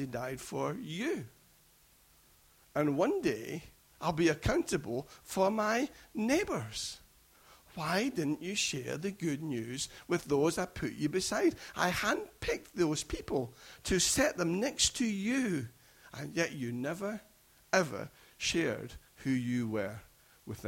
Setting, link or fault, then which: setting, large echoing room